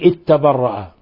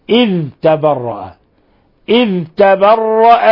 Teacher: احذر أن تدغم عند حفص الذال في التاء · Shown in: second take · لا تقل اتبرأ، ليس هذا، ليس هذه قراءة حفص.